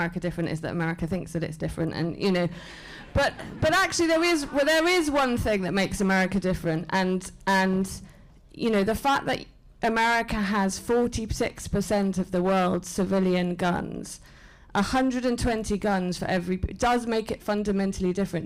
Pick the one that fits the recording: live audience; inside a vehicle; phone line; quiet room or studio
live audience